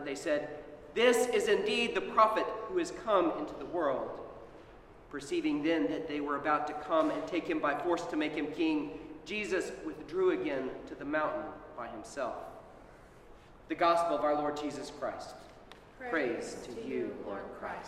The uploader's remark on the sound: Sermon at Holy Trinity Anglican Church.